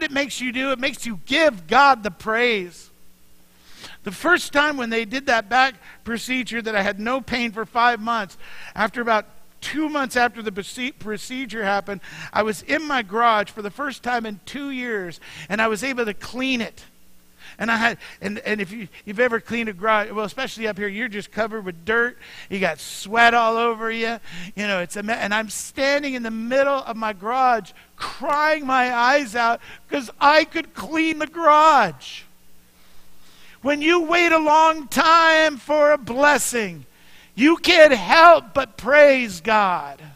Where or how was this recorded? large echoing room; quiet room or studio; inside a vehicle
large echoing room